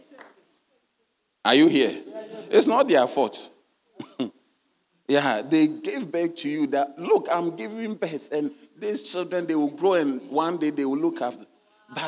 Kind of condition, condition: setting, large echoing room